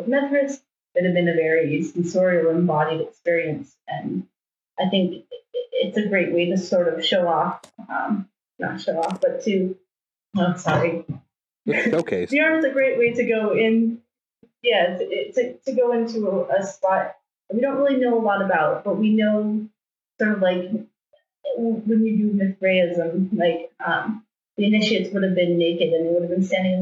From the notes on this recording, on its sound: Apologies for the audio quality for this episode. Sometimes impossible for windows to pick the right mic to record from.